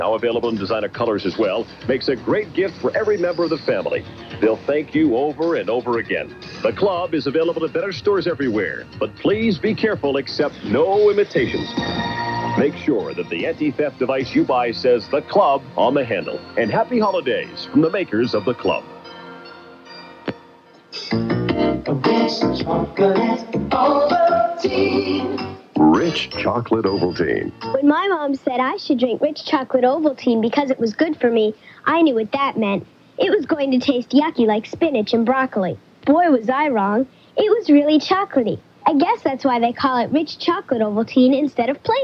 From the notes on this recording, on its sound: I’m on the phone. Producing and playing in studio.